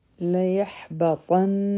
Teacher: را به غټه وایو او په کاف باندې به همس کوو. لیحبطن، ح به د حلق نه وایو